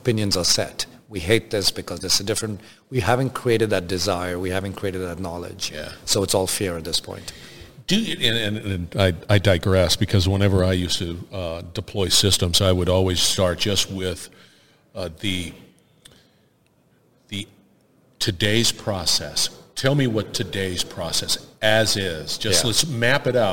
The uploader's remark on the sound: Industrial Talk is onsite at Hexagon LIVE